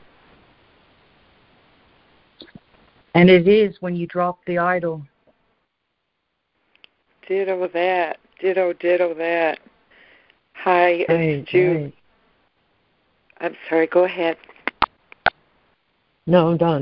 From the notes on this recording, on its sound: ACIM Daily Conference Call